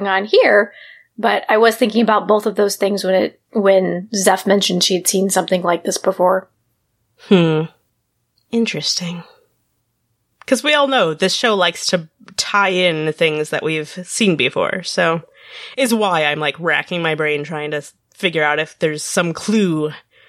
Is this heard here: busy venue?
no